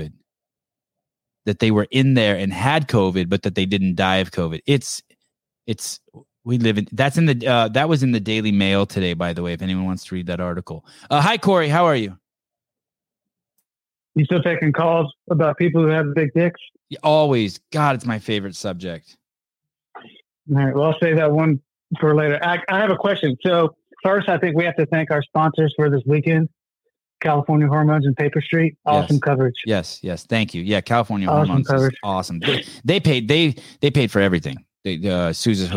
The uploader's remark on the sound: Live Call